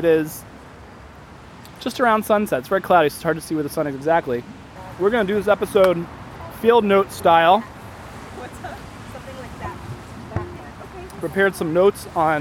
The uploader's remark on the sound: In this special mini episode, we take a page from the Field Guides and record a full episode outside at one.